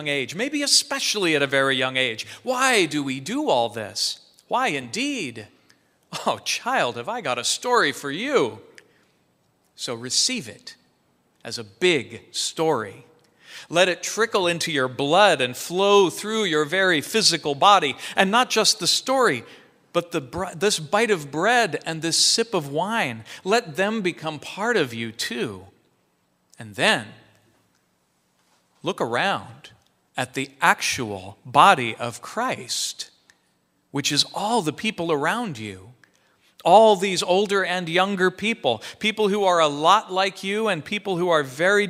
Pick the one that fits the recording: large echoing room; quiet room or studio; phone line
large echoing room